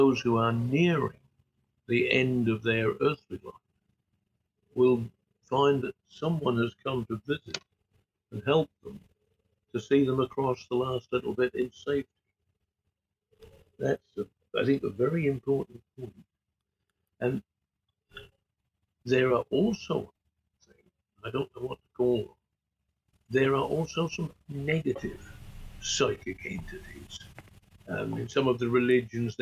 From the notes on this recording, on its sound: Apologies for the audio issue which are 100% my fault.